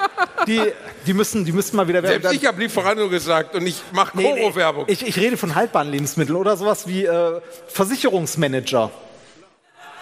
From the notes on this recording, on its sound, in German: Hier ist der zweite Teil des Live Mitschnitts von AAA-Live aus Bielefeld.